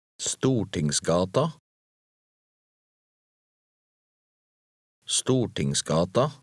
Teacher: Notice the S sound between Storting and the word for street. Many combined words are linked by an S in Norwegian.